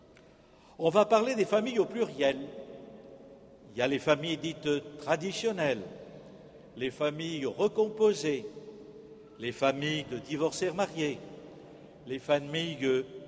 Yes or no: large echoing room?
yes